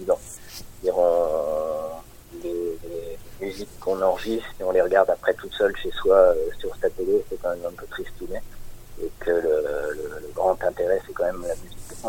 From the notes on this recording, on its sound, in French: Interview téléphonique